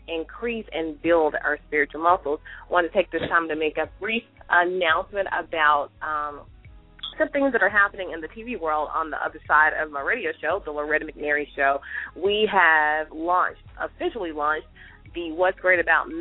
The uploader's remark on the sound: LML uses a progressive live call in format.